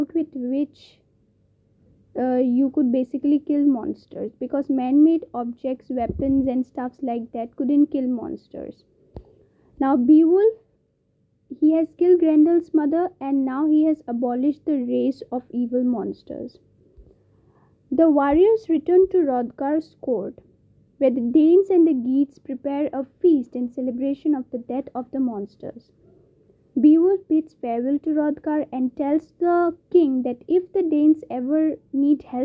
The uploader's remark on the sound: ignore the voice cracks and the background sound